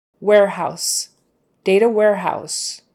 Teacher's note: It's ow, ow, ow. And that S is an S, not a Z